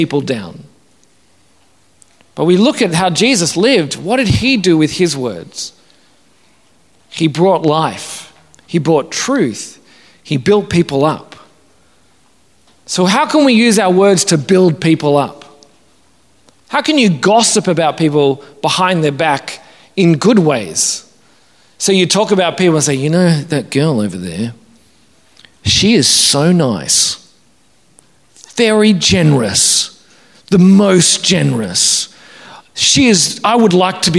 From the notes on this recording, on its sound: Originally preached at St Matthew's, Wanniassa in September 2022.